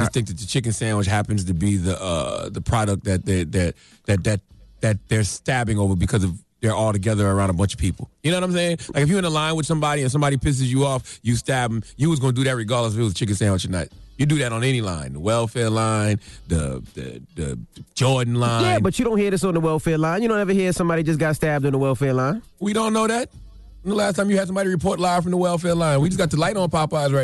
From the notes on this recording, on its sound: We opened up the phone lines to see what our listeners thought.